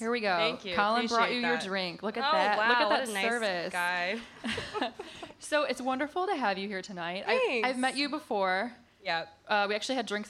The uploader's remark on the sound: Recorded live at Wythe Hotel. As part of The Great Discontent Live series.